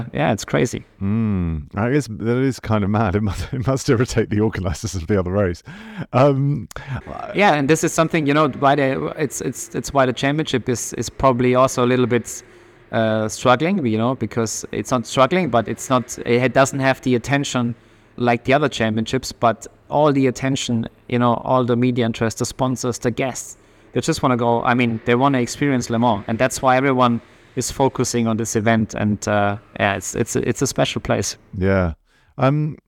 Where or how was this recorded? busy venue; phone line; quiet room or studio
busy venue